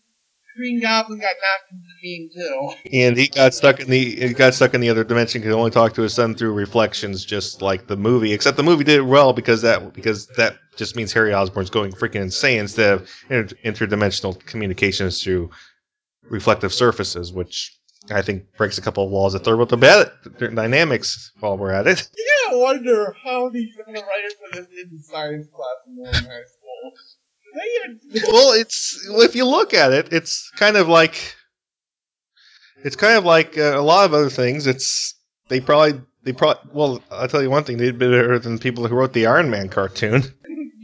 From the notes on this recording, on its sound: We apologize for the bad audio glitches.